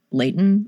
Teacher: you swallow the T a little bit. You do a little glottal stop.